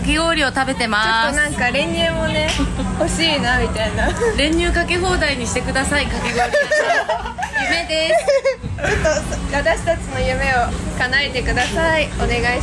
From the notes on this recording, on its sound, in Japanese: 代々木第一体育館とその周辺で行われたJ-WAVEによる都市型カルチャーフェス「INSPIRE TOKYO 2023」に会場スタッフとして参加したWACODESメンバーが、現場で収録した声を交えて振り返っていきます。